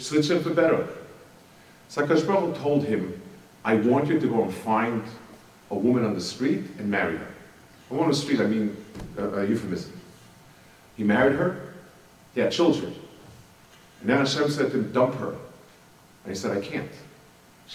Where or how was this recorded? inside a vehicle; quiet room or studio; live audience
live audience